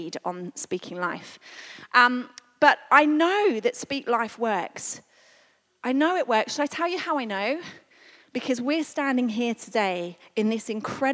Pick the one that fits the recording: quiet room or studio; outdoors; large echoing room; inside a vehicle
large echoing room